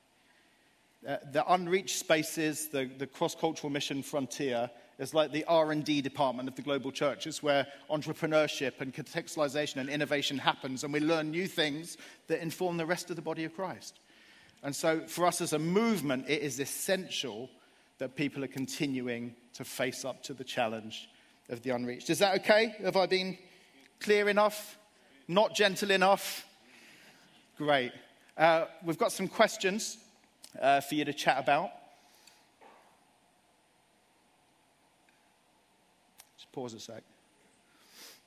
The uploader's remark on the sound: Live at Project 23